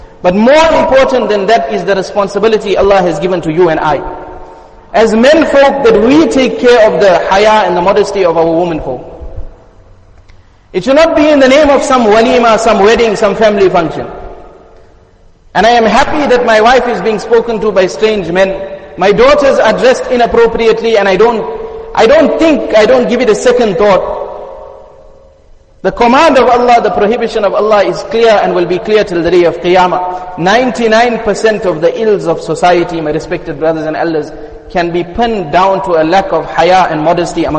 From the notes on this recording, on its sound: Jumuah Lecture Masjid us Saliheen